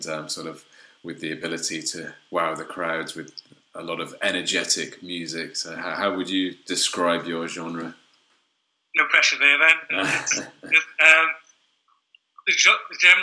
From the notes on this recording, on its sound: This interview was recorded using Skype.